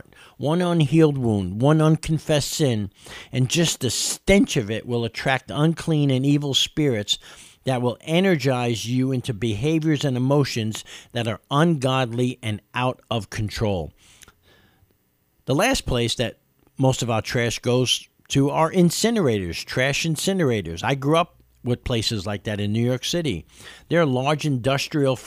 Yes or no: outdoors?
no